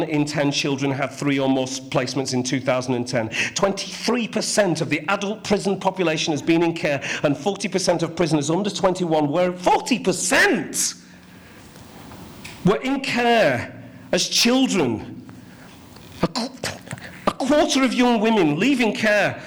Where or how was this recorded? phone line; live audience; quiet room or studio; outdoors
live audience